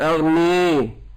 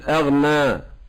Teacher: ممكن تميل فنقول أغني، وممكن تقلل فنقول أغنى